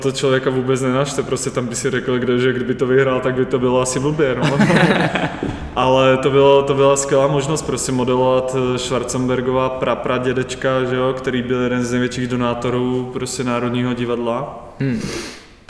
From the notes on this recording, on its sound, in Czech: Prostory jejich ateliéru (ex-hospody) jsou vskutku velkolepé, takže zvuk opět není tip ťop (hodilo by se tam pár akustických panelů)